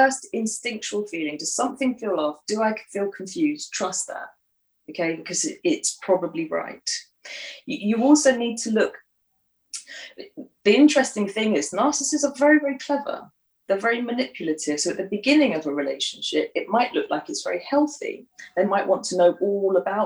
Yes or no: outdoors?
no